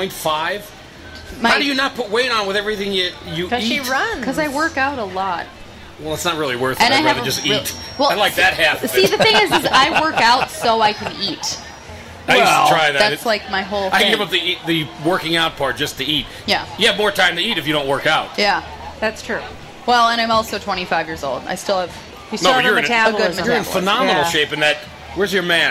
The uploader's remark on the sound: Live at the State Fair. Ten years ago, the family decided to broadcast live from the Minnesota state fair.